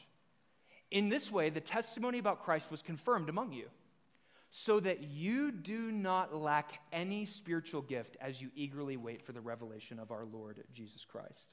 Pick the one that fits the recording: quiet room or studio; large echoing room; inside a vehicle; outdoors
large echoing room